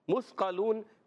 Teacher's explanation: مثقلون، میم کو سا سے ملانا ہے، سا سیٹی جیسا نہیں پڑھنا، سا کو کلیئر پڑھنا ہے بغیر سیٹی والا